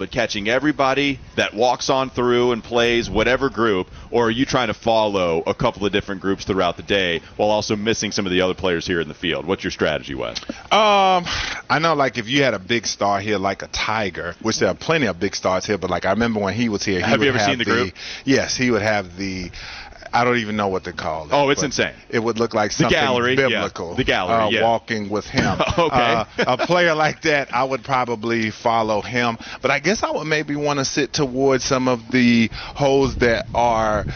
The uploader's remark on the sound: Get off the bus live from the Wells Fargo Championship at Quail Hollow.